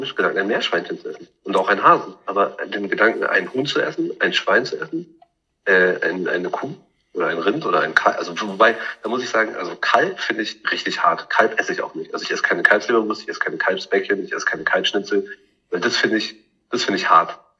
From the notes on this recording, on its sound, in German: Und warum ist unsere Tonqualität so beschissen?